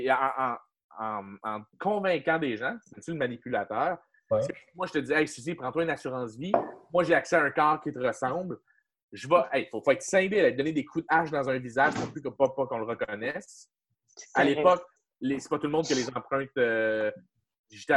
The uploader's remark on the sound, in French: La classe a eu lieue sur Zoom, en vidéoconférence.